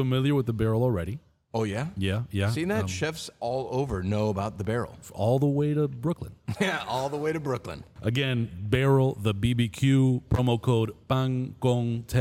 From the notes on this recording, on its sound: In our fifth installment of Pan Con Podcast Live (presented by Front Of The House) , we hosted a four course dinner for guests. The dinner was held at The Gibson Room. It was an honor to have this reading — and the discussion in this episode — at the core of one of our live recordings.